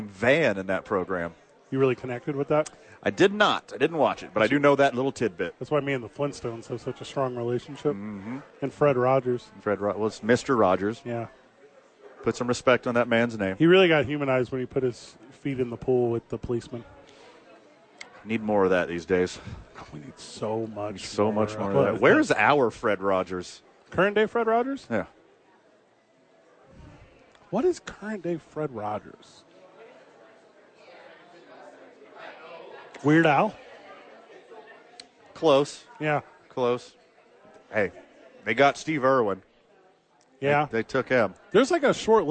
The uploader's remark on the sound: live at Sadies!